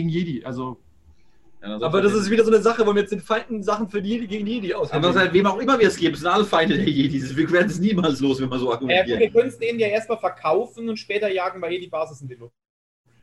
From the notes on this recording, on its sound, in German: Audio ist dieses Mal leider die Notfallspur